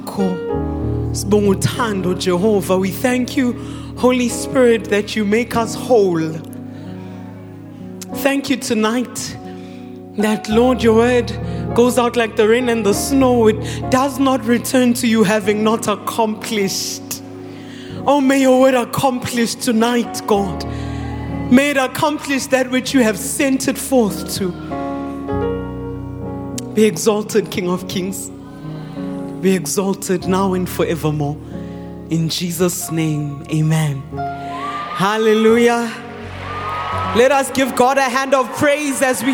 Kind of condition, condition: setting, large echoing room